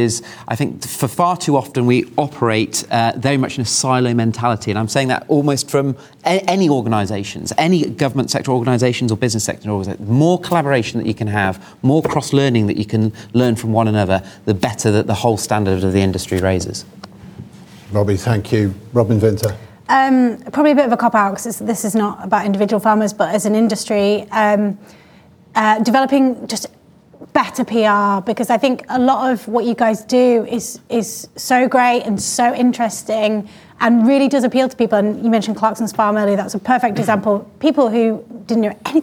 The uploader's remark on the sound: The Farmers Weekly Question Time event at the Great Yorkshire Showground. Recorded in front of a live studio audience.